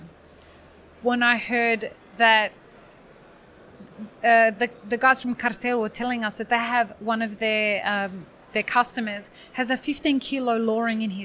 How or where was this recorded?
busy venue